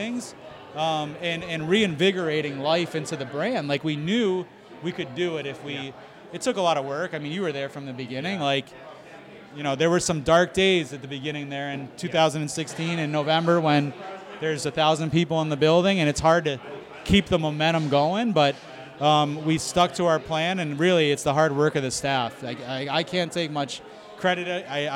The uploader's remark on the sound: SRG Live at White Lion Brewery